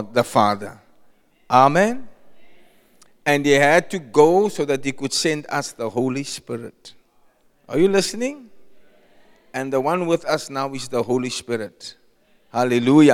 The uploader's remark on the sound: Preached at Zion Sanctuary, Cape Town.